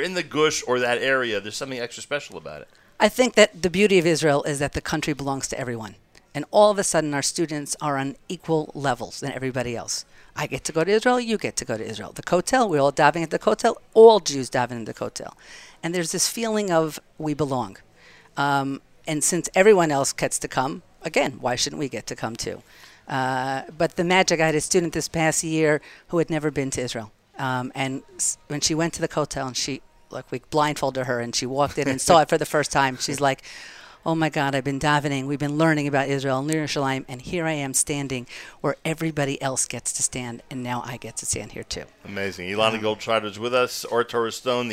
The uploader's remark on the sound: Live from The Inbal Jerusalem Hotel